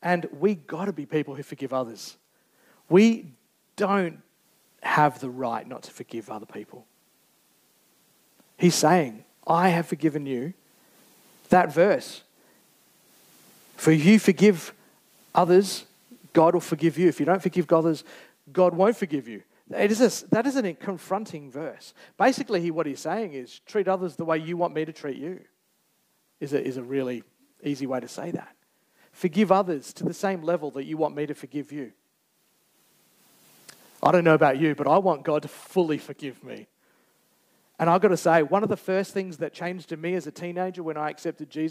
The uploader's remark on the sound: Recorded Live on 19th November 2023. Geraldton Baptist Church.